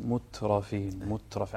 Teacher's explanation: حاول تخفف الهمس، مترفين مترفين عشان لا تكون كأنها سين